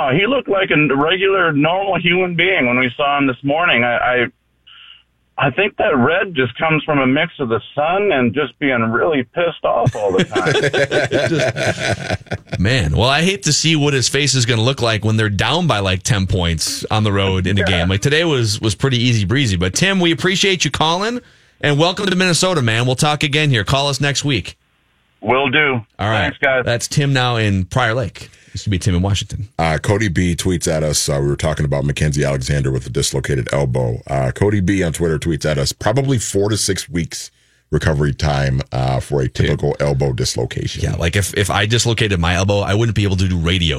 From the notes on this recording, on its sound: take phone calls and social media reaction from fans